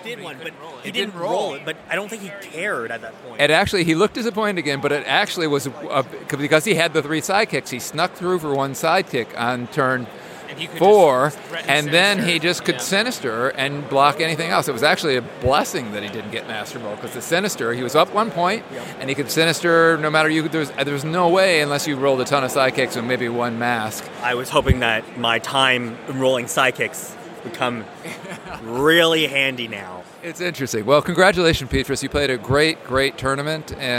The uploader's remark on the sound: Live coverage from the 2023 Dice Masters World Championship at Gencon.